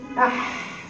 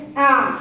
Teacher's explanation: بس الحاء فيها همس فبيطلع معاكي هواء · Shown in: first take · ايه يعني الحاء هنا بتقولي اح فيها امتداد للصوت، لكن الثانيه اع في تضييق للمخرج العين اكتر من الحاء.